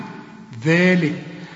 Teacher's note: طلع لسانك في الذال، وفي نهاية الذال ألف عشان تقول ذلك